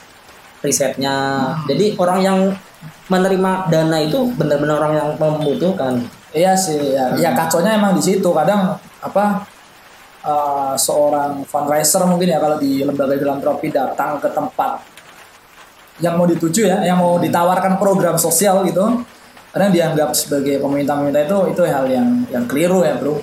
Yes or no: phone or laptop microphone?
yes